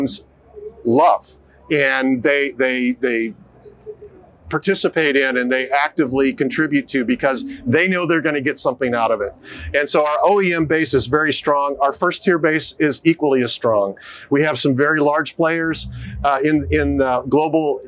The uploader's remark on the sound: Filmed live at CES2024